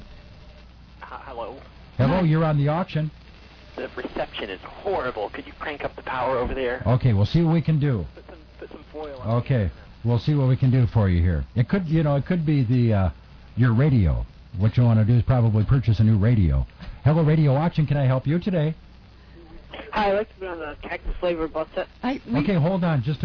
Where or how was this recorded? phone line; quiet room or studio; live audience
phone line